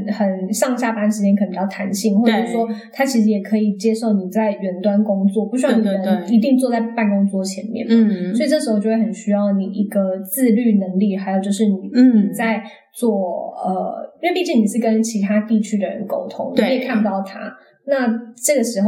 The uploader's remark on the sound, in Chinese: 本集節目的收音狀況不佳，請大家多多見諒